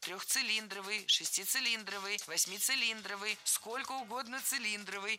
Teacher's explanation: Всегда ударение ставим на слог «ли», как и в исходном прилагательном без первой части «цилиндровый».